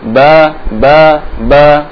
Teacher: huruf ba jahr, jadi nafasnya tertahan, jangan sampai kita mengucapkan ba dengan ba ba ba ya, tapi nafasnya tertahan.